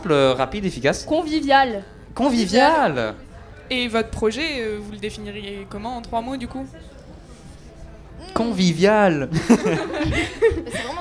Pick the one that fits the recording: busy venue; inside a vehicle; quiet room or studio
busy venue